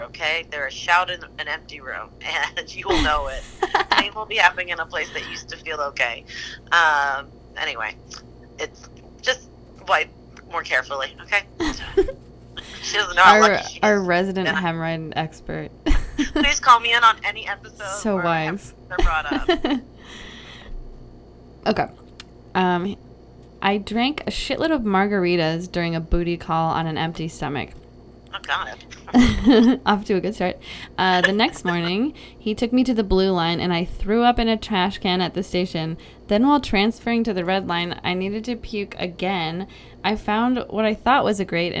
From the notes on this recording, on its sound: This week I talked on the phone